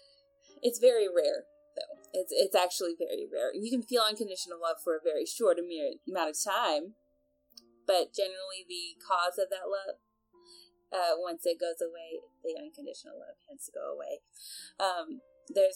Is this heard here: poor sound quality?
yes